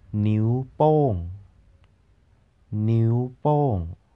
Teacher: high tone, then falling tone